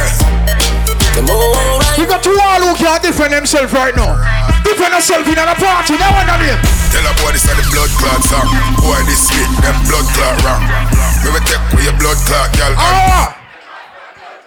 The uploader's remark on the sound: Features Live Audio of Under 30 Minutes With Highlights From Events I Play (Whenever I Feel Like Hit The Record Button).